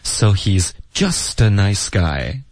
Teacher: 这个 just 呢，加了一个特别重的一个重音